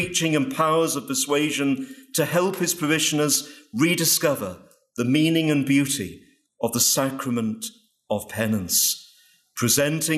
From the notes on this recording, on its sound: Paul VI Catechetics Lecture at Franciscan University of Steubenville